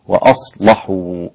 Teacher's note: طبعا أصلحوا هنا غلظ اللام ورش وانفرد بها دونا عن سائر القراء، وأصلحوا هكذا.